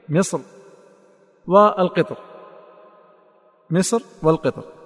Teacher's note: واختيار ابن الجزري كما سيأتي إن شاء الله تعالى التفخيم في مصر والترقيق في القطر، والوجهان صحيحان.